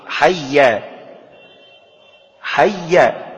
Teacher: فالياء هنا مش مادية، ياء متحركة، يعني عليها شدة وفتحة